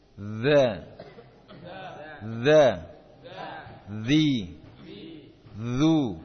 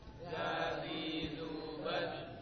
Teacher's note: Huruf dzal makhrajnya ujung lidah dengan ujung gigi seri atas.